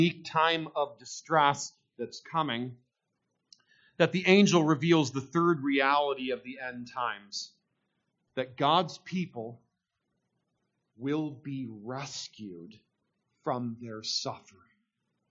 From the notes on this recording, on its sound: There are some audio issues in this recording, but you should still be able to listen.